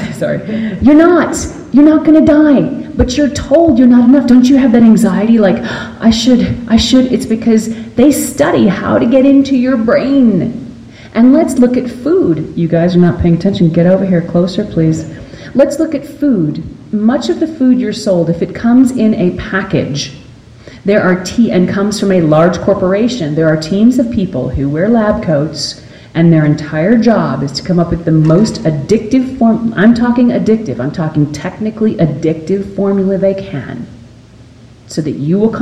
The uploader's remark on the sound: Live from Salt Lake City. Talks to fans live from Salt Lake!